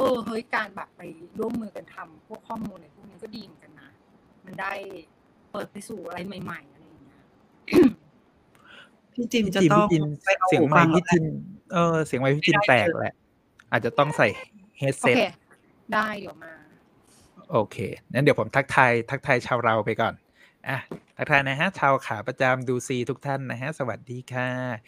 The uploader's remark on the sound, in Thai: รายการนี้เป็นการทดลองนำรายการสดมาบันทึกเสียงเพื่อลงในเวอร์ชันพอดแคสต์ ทำให้คุณภาพเสียงไม่ได้สมบูรณ์แบบมากนัก มีการพูดซ้อนกันเป็นระยะๆ